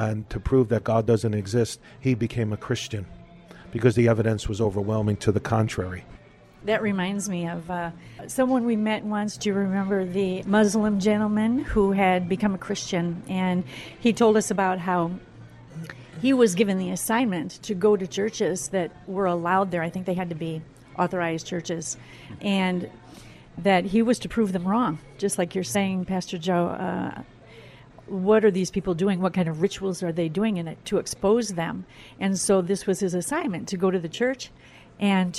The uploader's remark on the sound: We’re continuing our talk at a local café